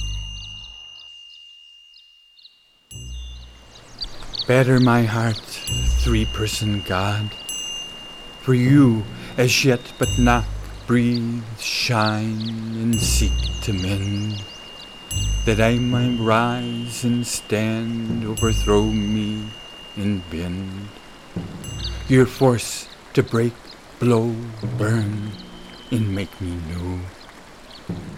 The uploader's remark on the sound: Recorded at HEARTBREAK MEADOW, OREGON.